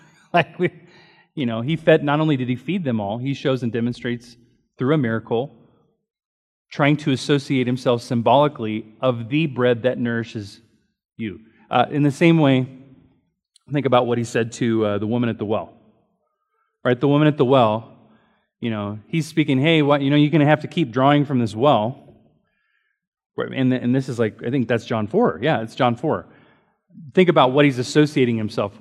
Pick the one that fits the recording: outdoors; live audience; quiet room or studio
live audience